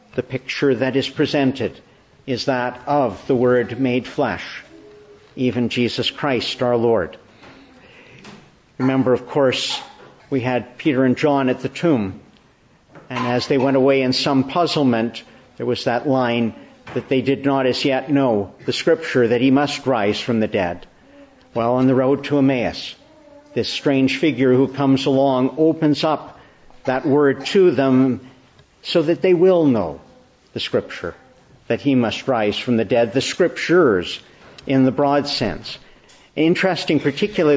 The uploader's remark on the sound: Morning Service. Preached in the Annunciation of the Blessed Virgin Mary, Ottawa, Easter 3, 2023.